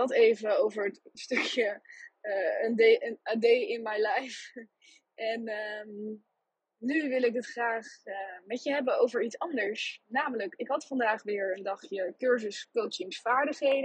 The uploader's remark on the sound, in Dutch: Jammer genoeg is de kwaliteit van deze opname ver-schrik-ke-lijk